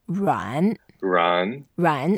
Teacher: 软 is a third tone. So we go down a bit and then go up.